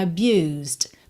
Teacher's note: E aqui a gente ouve só um Dzinho mesmo, bem de leve, fechando aí esse som